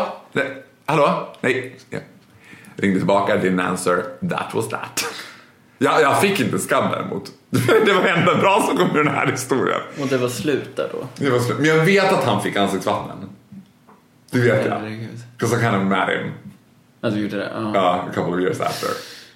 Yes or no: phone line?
no